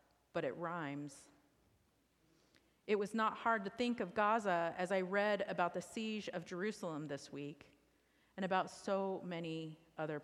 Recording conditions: large echoing room